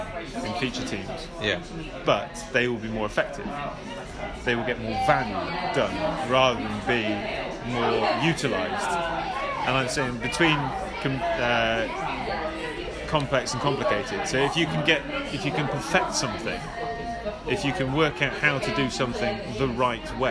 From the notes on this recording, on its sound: (LIVE Pubcast). From The Other Palace Theatre, London, UK - This is the edited audio taken from the recent LIVE pubcast recorded after a perfomance of an improvised musical by the cast of Showstoppers! Take plenty of questions from the online listeners.